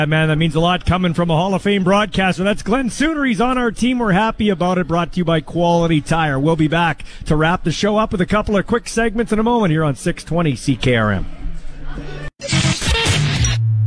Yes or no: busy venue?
yes